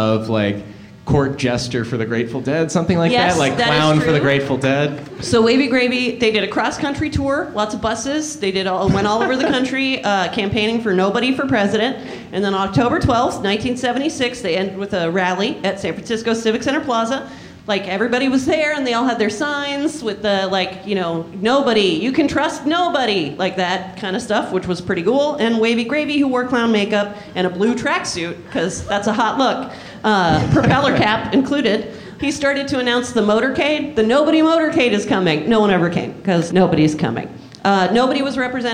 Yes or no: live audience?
yes